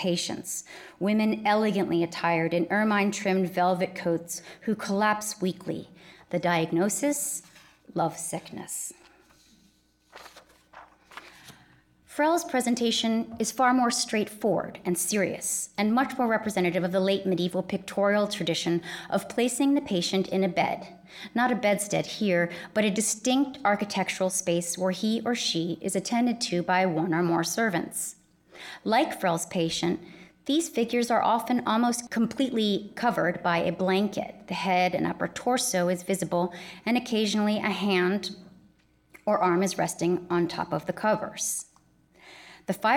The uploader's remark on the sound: In this lecture held on April 22, 2019.